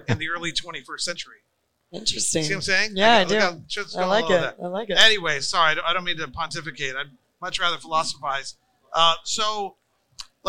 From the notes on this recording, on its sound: Recorded at MJUnpacked NYC